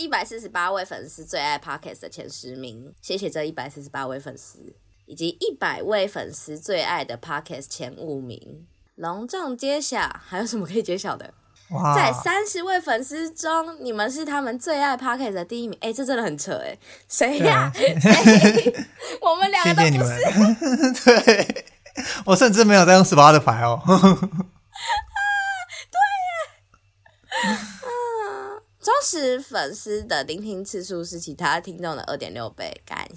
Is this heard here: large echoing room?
no